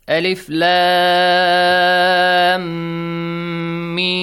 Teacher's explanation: Mandatory mad has to be stretched for six counts.